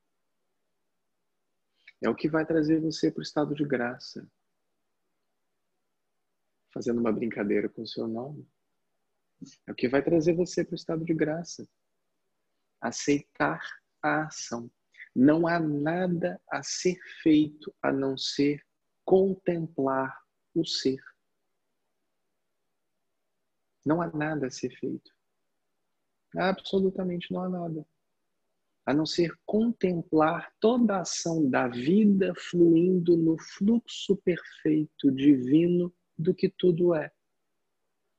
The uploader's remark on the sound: Online via Zoom (bit.ly/zoomsangha).